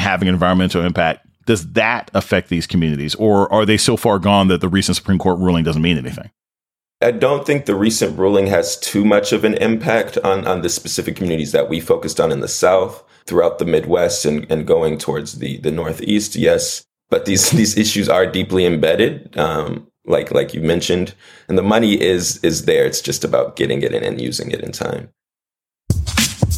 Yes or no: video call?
no